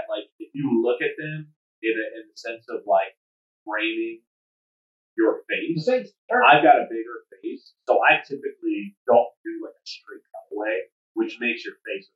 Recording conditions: poor sound quality